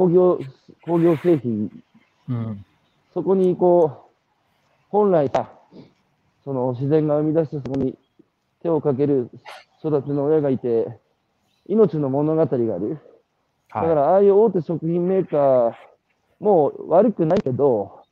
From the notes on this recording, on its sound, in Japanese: 歩きながら1時間、対談する